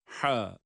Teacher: İnce ama boğazın ortasından çıkan ha